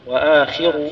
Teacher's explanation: رقق الخاء، يعني لا يبقى فيها إلا أصل التفخيم بس